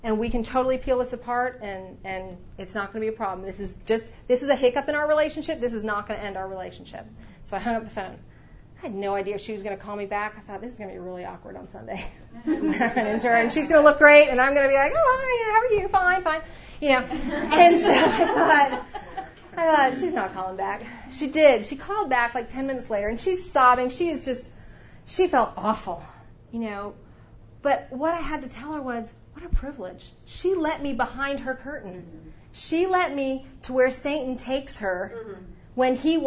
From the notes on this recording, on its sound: The following audio comes from the 2016 National Disciple Making Forum with Discipleship.org. One of those 10 tracks was hosted by Downline Institute.